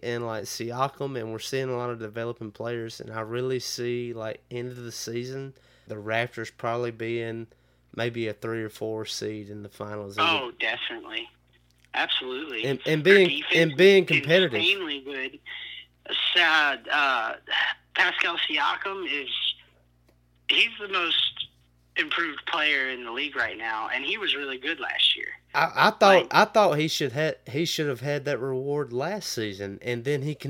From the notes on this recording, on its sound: burnt the phone lines to Chicago